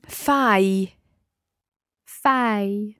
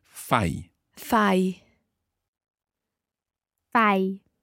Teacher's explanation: So you hear the I ending that we recognise with lavori or parli or anything like that. But in this case, it's coming straight after the A of fai.